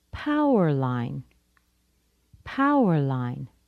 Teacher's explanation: The power line is a compound noun. I stress the word power. I show that it has one idea, the power line.